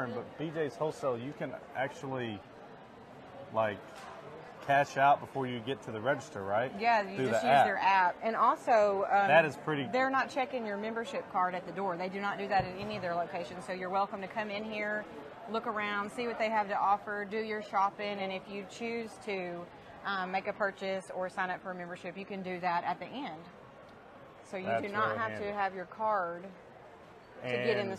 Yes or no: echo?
no